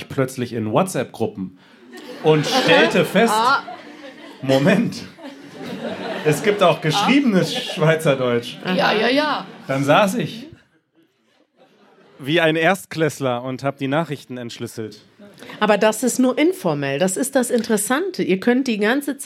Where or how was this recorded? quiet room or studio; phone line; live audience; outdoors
live audience